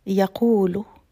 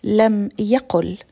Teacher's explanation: However, if it's in the jussive, which is al majzum, you say لم يقل and the waw that is in the middle is removed and replaced by the short vowel u, dhamma · Shown in: second take